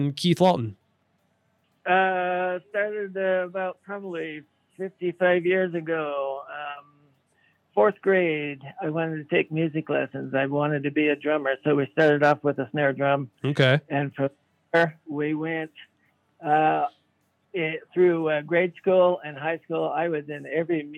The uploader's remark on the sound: chatted with us on the phone